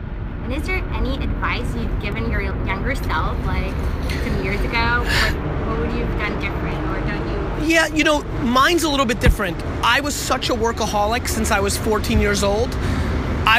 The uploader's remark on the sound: In this interview we hit the streets !! No really, we did this one outside. For this quick interview while in Hamburg.